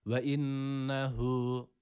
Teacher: Tabii uzatırken de hü diye değil. Yani ü sesini burada vermiyoruz. Ve innehu. Yani ü arası bir ses.